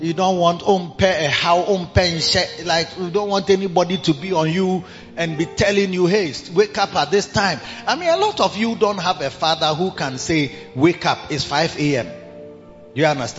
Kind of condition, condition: setting, large echoing room